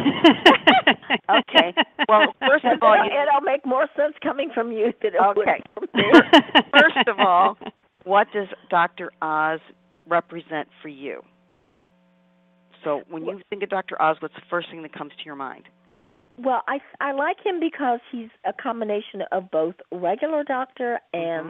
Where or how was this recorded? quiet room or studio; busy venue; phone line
phone line